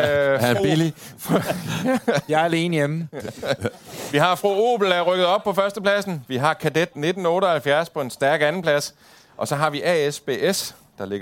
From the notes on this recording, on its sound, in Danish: LIVE-SPECIAL fra Drive-In Bio med jeres biler! Alt fra Toyota Starlet til Aston Martin. Vores LIVE-event i Drive-In Bio i Lynge, som vi afholder én gang om året. Lyden er markant anderledes i denne Live-special, for sådan er det bare når man laver en live-optræden. Det er jo altså charmen ved at lave et live-program foran et mindst ligeså live publikum.